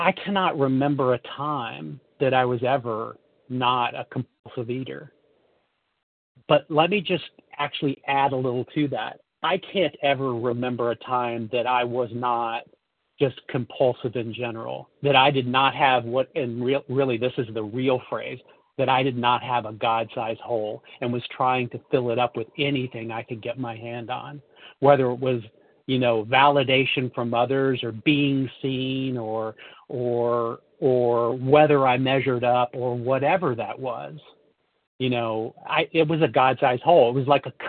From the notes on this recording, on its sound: from the 100 Pounders Phone Meeting